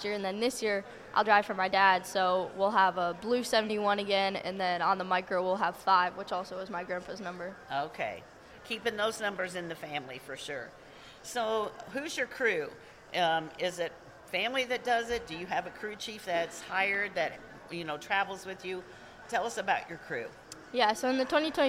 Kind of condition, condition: setting, busy venue